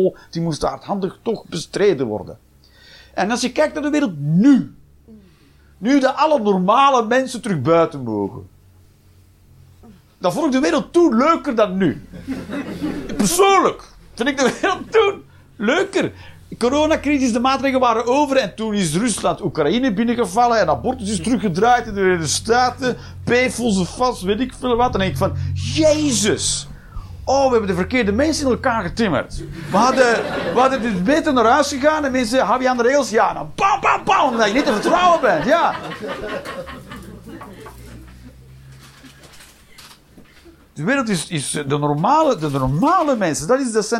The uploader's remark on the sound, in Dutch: Live 17 Mei 2023, The Joker, Antwerpen